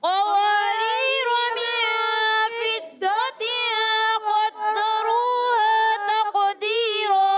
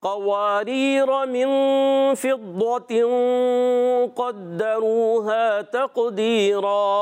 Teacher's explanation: تنوین کے بعد نون ساکنہ کے بعد قاف حرف مستعلیہ میں سے کوئی بھی حرف آ جائے تو اہل عرب وہاں غنے کی ادائیگی تھوڑا پر کی طرف لے کے جاتے · Shown in: second take